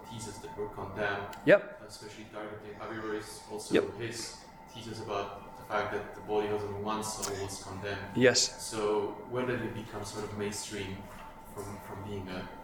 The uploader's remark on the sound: This lecture was given on June 16th, 2023, at Glencomeragh House, Ireland.